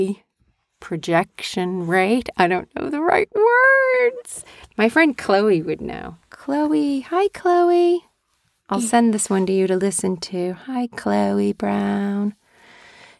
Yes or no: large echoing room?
no